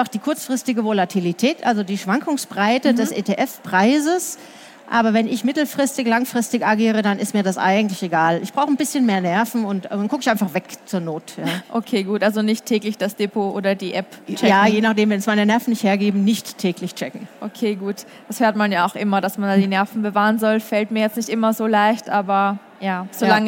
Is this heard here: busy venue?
yes